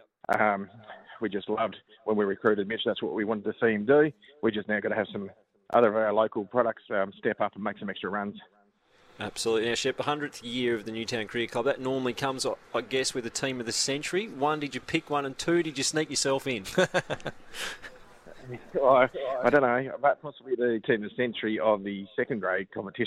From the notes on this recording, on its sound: LIVE from Chemist Warehouse.